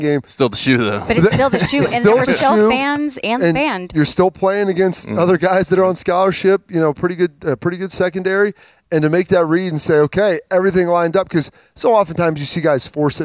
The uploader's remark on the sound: Lettermen Live is back at Roosters to break it down. As always, Lettermen Live is hosted by Roosters on Olentangy River Road in Columbus.